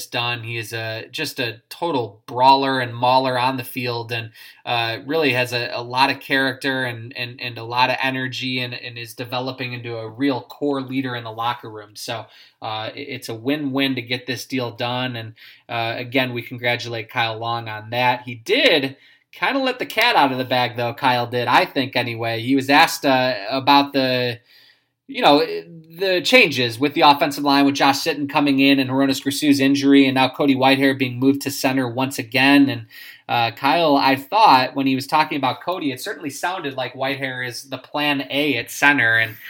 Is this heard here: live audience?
no